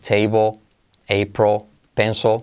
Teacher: Si intentas poner una E, April, no suena tampoco una O, April, pero es simplemente porque la L a final de palabra se come a la vocal que lleva adelante. Fíjate, table, April, pencil, suena absolutamente igual, ¿sí?